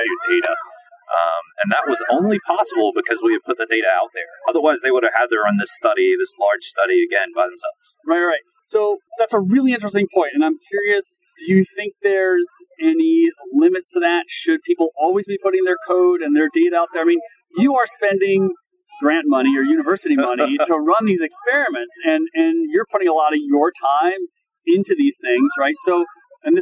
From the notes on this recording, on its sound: Recorded along the lovely Boston Harbor (enjoy the outdoor sounds)